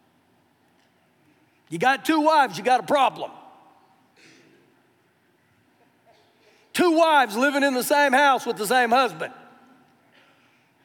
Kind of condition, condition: setting, live audience